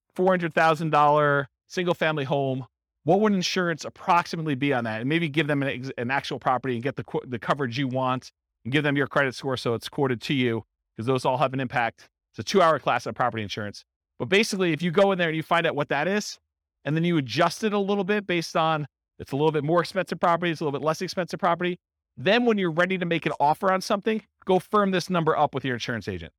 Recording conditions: live audience